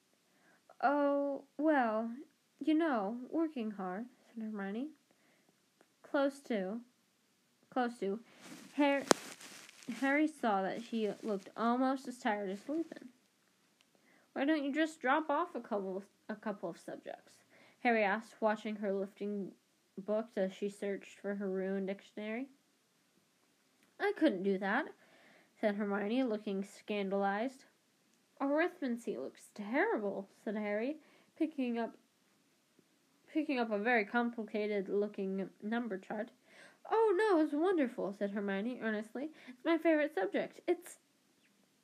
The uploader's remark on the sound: That voice you heard in the background near the end, was my Amazon Alexa, I call her echo and when she heard the word “echoed” she thought I was calling for her.